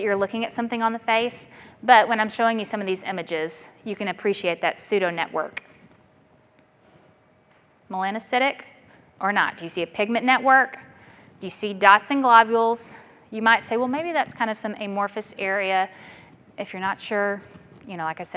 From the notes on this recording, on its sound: This was audio was recorded at the 2012 Fall conference in Las Vegas